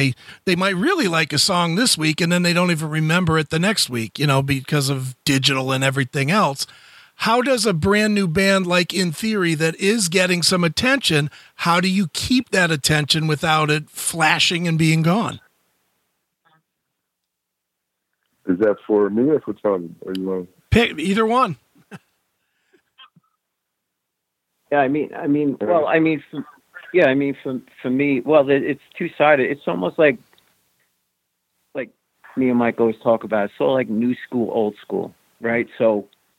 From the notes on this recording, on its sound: The guys called